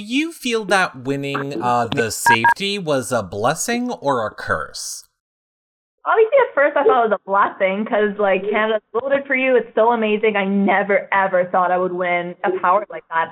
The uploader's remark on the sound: This is our phone interview